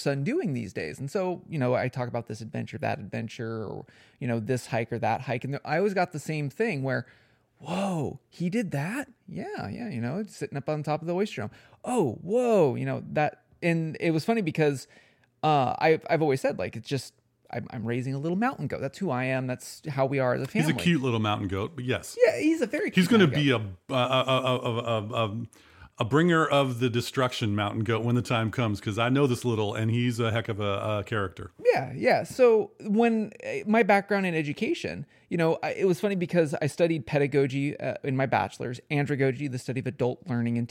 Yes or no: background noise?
no